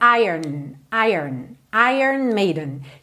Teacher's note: Só que esse O, na verdade, não é pronunciado. Então, é como se a gente fizesse ire e já fosse direto pro N